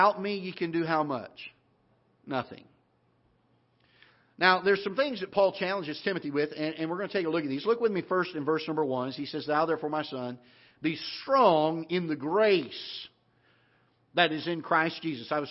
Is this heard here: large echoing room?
yes